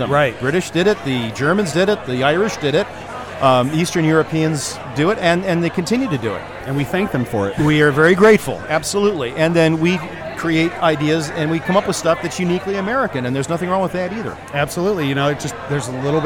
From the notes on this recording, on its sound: I report live from Brewfest Waterfront District in Lorain, Ohio. Hear from people enjoying themselves at Brewfest.